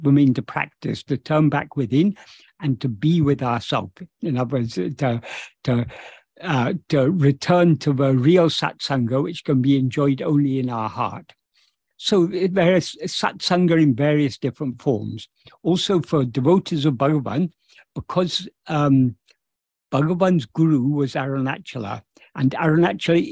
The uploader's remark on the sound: In a Zoom meeting with Sri Ramana Center, Houston